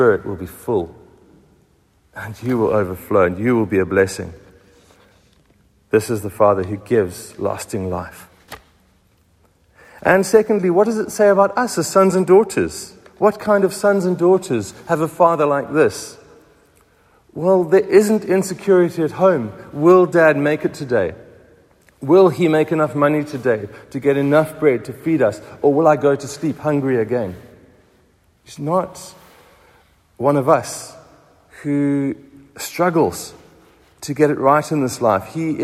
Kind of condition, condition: setting, large echoing room